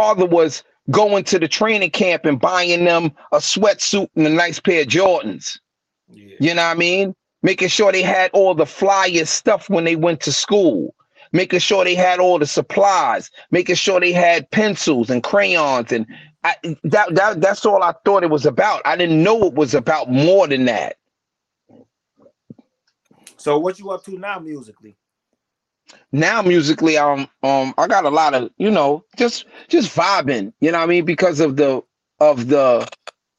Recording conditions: video call